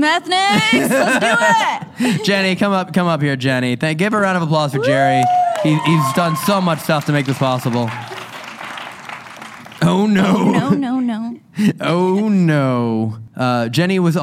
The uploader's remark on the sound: LIVE from the USS Hornet. This episode was filmed in front of a live audience at the haunted USS Hornet in Oakland, CA on September 11, 2022.